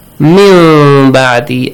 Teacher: The noon is changed to meme and pronounced meme hiddenly, as if there is a little space between your lips, not letting your lips touch. · Term: hidden meme sound